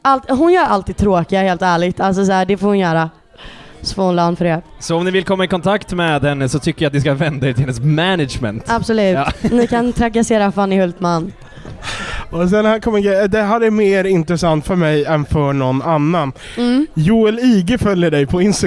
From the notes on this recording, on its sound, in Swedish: Från spelningen på K103 Off The Record på Oceanen.